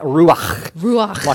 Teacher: When we blow like that, it has that breathy sound to it, and ruach has that breathy sound to it as well